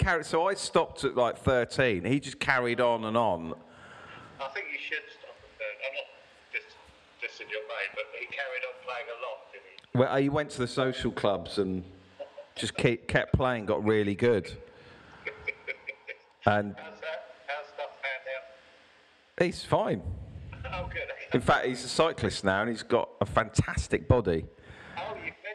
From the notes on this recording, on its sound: We struggle to have a conversation over the phone again.